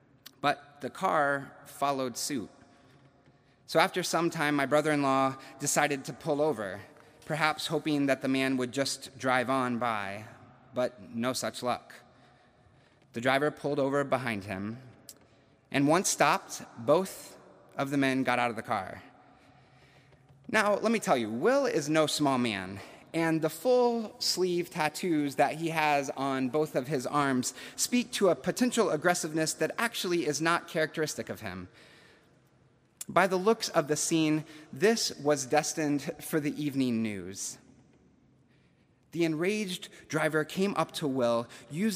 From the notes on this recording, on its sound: September 19, 2021, at Duke University Chapel